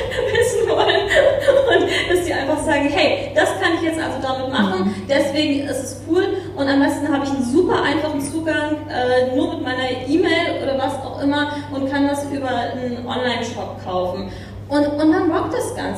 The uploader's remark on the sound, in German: Panel zu "NFTs, mehr als Kunst" während SOLUTIONS Hamburg. Ein weiterer Mitschnitt von der SOLUTIONS in Hamburg.